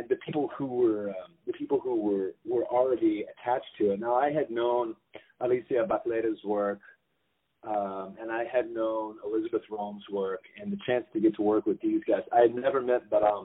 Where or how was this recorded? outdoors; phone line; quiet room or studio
phone line